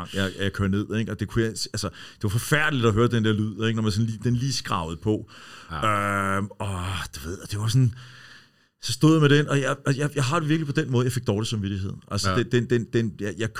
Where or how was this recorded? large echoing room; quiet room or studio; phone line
quiet room or studio